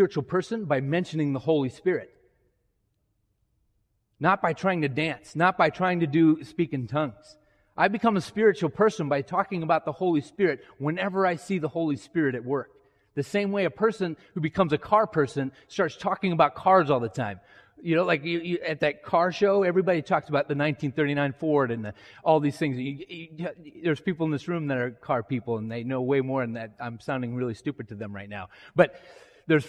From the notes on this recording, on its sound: was delivered during the Traditonal Worship service